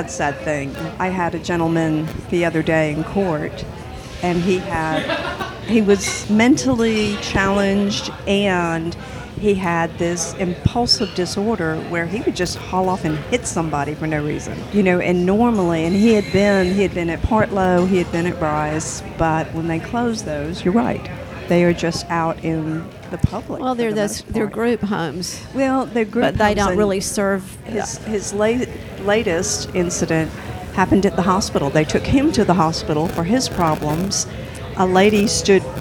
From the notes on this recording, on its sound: The ambient noise in the background of this Mystic podcast is the sound of customers in Mama Mocha’s Coffee Emporium.